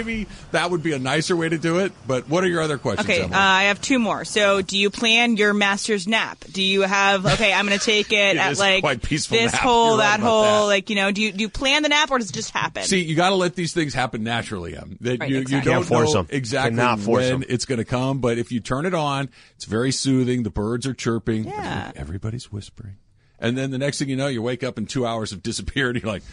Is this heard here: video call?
no